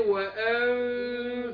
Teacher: انا بخفي النون في نفسها وبعدين اكون مجهز للفاء · Term: الاخفاء